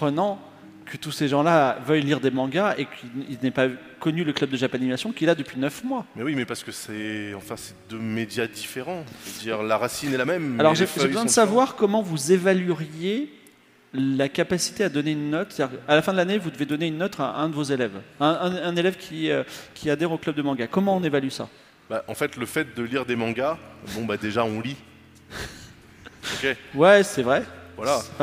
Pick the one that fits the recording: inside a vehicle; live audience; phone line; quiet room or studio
live audience